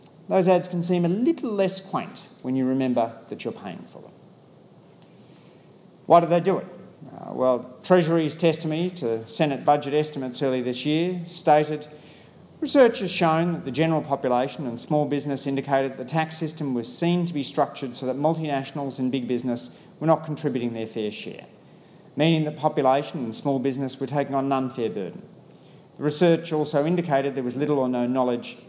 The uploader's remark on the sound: I spoke to the petroleum industry’s biennial tax conference